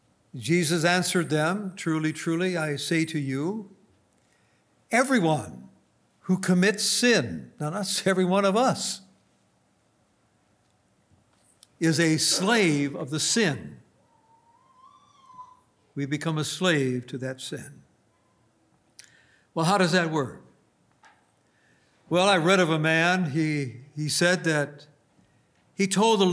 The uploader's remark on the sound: Recorded on November 3, 2019, at Grace Bible Fellowship in Front Royal, VA.